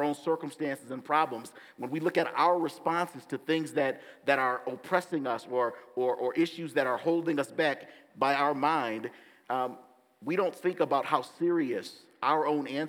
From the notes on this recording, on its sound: gives the message at Bethesda Church on April 30, 2023!